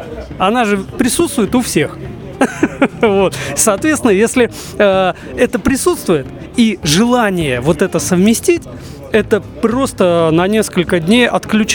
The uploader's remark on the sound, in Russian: Выставка "Поехали 2022". Записано в мобильной студии радиостанции с 2 по 4 декабря в Экспоцентре на Красной Пресне (Москва).